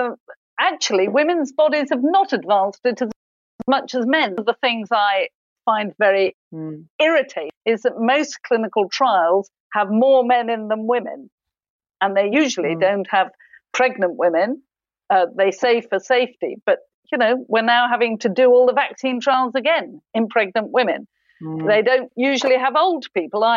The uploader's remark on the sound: via Zoom